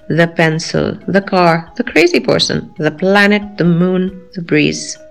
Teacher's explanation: Small and slight the used before consonant sounds.